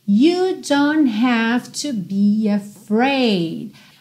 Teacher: esse T do don't quase não aparece mesmo